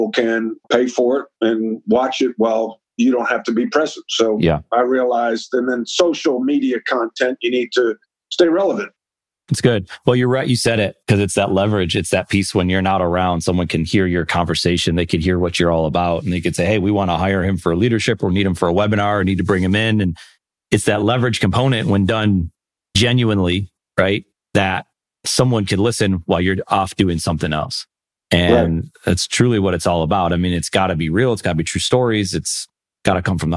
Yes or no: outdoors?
no